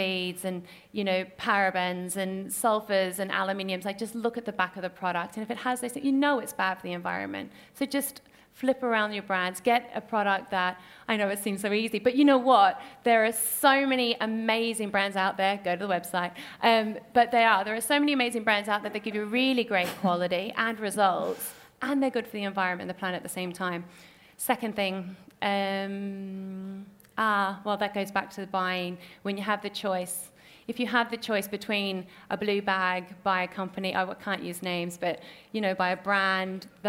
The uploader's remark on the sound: Recorded at Selfridges.